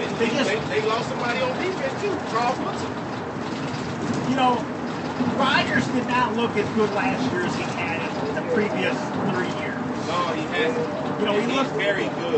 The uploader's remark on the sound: An april 6 2013 recording on a metro bus. Recording on a metro bus, of a driver and passenger talkging about football.